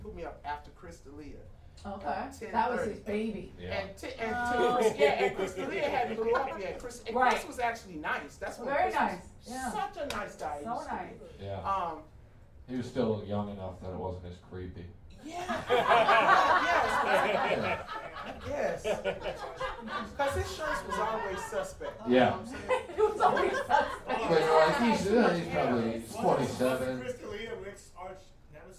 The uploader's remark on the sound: our live show